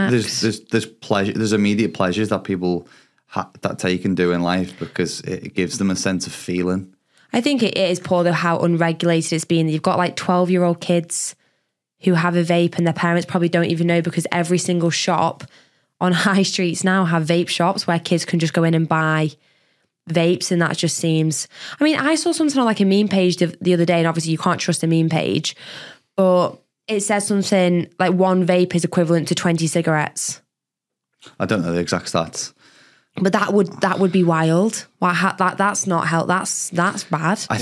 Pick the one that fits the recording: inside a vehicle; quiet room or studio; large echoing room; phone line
quiet room or studio